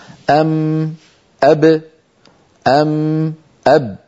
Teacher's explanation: الميم والباء خرجتا بانطباق الشفتين على بعضهما